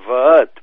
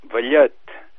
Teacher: aquesta palatal intervocàlica, sa ella, a Menorca gairebé desapareix. · Shown in: first take · Marca zero, diuen, grau zero.